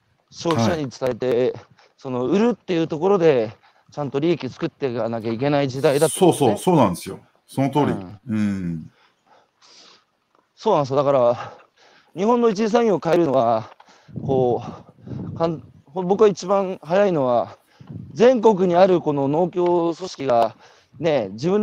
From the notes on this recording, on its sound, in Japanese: 歩くラジオ。歩きながら1時間、対談する。